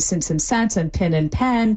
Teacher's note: the vowels in since and sense and pin and pen, those sound the same. · Term: pin-pen merger